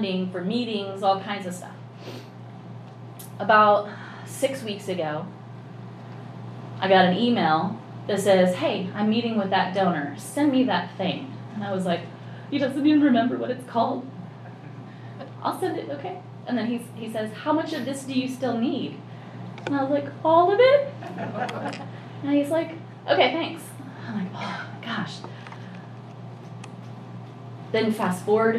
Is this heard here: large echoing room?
yes